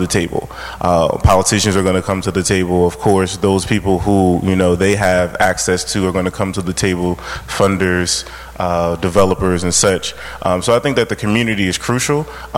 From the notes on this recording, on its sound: Recorded at NJ Spotlight On Cities, held October 16, 2015 at the New Jersey Performing Arts Center.